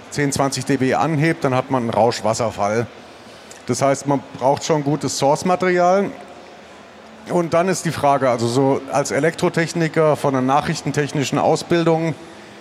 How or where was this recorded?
busy venue